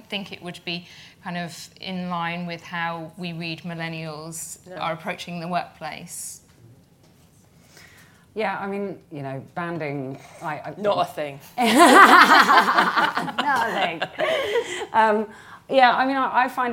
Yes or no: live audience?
yes